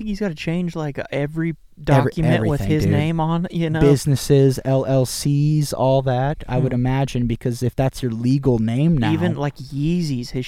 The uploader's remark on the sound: Live From the Woods. Cook some Beef heart and boneless pork ribs in cast iron over the fire.